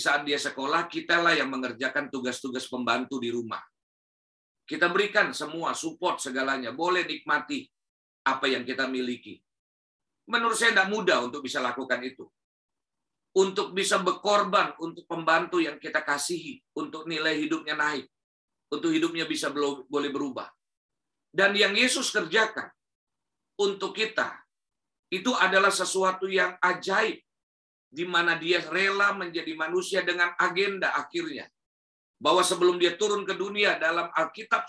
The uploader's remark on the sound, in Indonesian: Rekaman khotbah Ibadah GerBang Pagi GBI Glow ThamRes